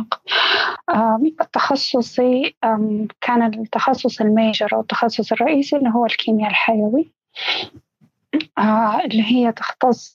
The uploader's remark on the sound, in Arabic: تسجيل لمساحة ابن رشد الأسبوعية على منصة تويتر